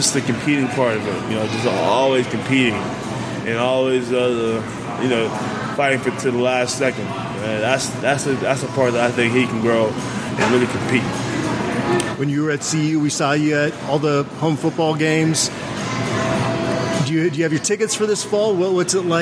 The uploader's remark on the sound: which was recorded at GQue BBQ